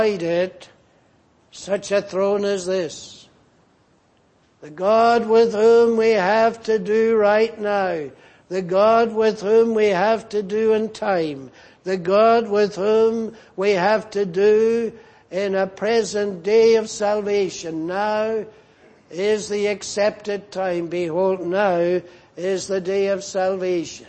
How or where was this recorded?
large echoing room